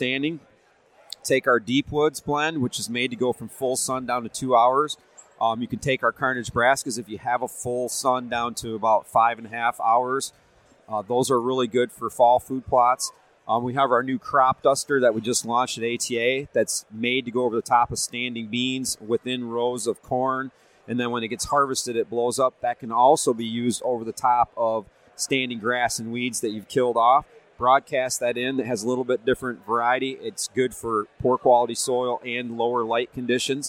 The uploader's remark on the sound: This episode was recorded at the Grand Rapids Huntin Time expo so it show through in the audio but doesn’t take away from the content.